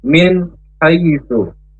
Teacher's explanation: Namanya bacaan izhar halqi. Izhar dengan jelas, jadi N-nya itu tidak boleh berdengung, tidak boleh samar, dan juga tidak boleh mantul.